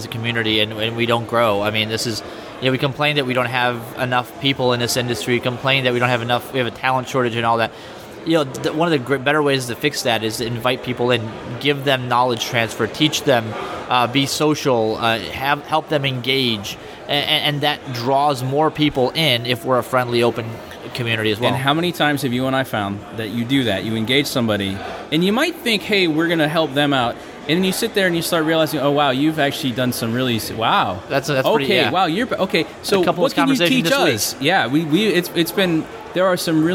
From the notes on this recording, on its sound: live from HTCIA Conference 2015 in Orlando, FL